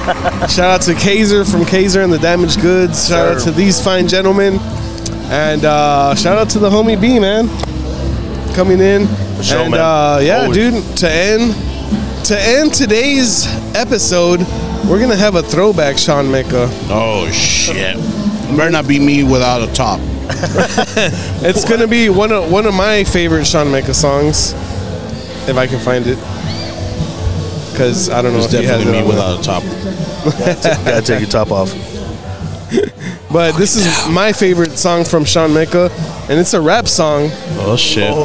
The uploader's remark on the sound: live from Beer Fest '23 at The Moon Rock in Harlingen, Tx.